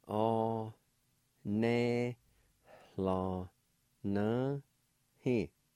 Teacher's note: between the E and the L, toward the middle of the word, there's a faint H sound